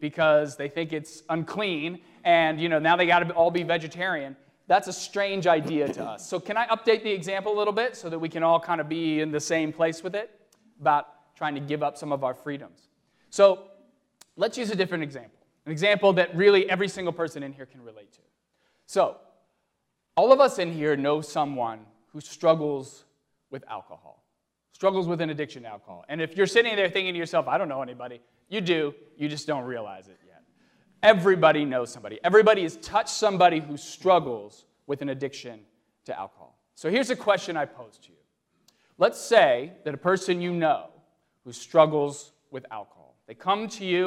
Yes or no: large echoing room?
yes